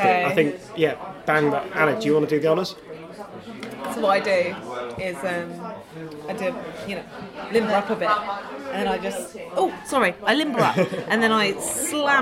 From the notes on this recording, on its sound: Recorded in an actual pub, which it turns out makes editing hard!